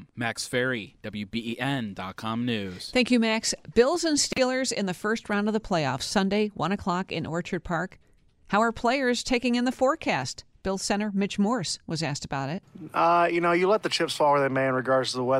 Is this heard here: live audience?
no